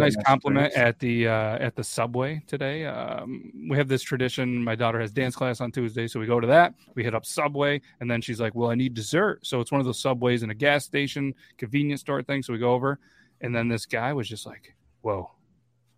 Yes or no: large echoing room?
no